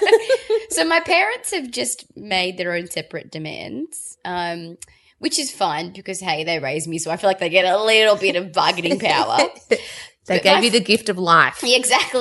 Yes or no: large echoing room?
no